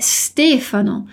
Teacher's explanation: E o S no início é mudo.